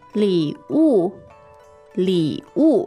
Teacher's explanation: the tones there are third and fourth